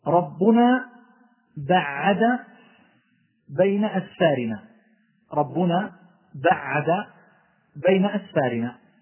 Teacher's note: بعد فيها تشديد وزيادة المبنى لزيادة المعنى، فهي كأنهم يقولون بينها بعد كثير.